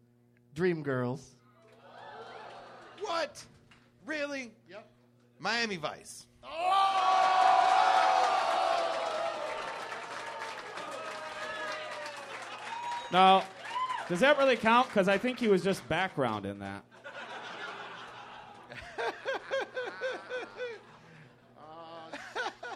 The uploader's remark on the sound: Live from The American Comedy Company in San Diego